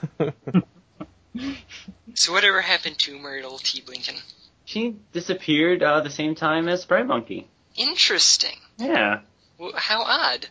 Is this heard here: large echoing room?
no